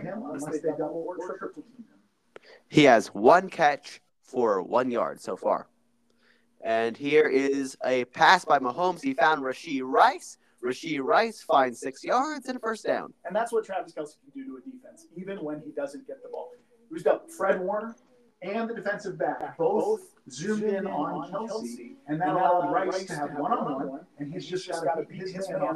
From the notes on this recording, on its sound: It’s a bit echoey.